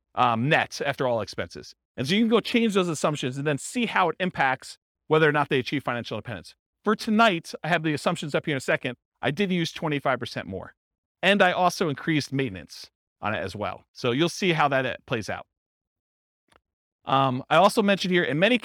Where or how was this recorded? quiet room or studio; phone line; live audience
live audience